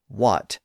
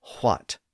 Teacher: those words don't really have that initial H sound anymore in most standard dialects · Shown in: first take · Most of us say what and not what.